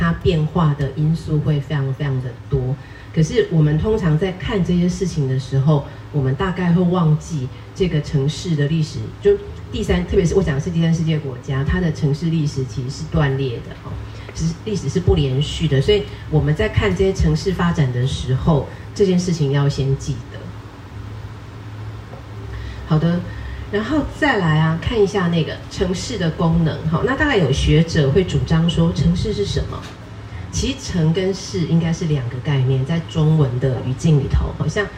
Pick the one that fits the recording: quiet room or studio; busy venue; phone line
busy venue